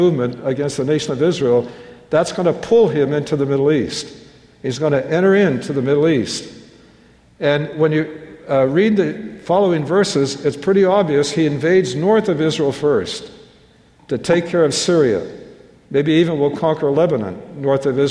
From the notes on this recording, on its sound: Prophetic messages given at our annual prophecy conferences.